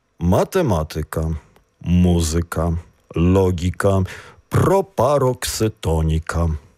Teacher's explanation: Наголос пропарокситонічний, тобто на третій склад від кінця слова · Term: Акцент пропарокситонічний